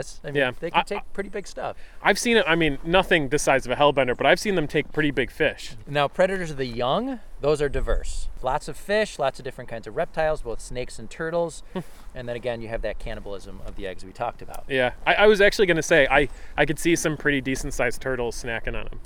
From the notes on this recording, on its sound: This episode was recorded on January 22, 2022 at Chestnut Ridge County Park in Orchard Park, NY.